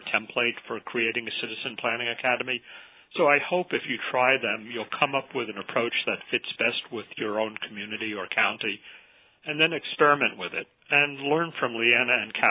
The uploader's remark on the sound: an hour-long conference call from June 11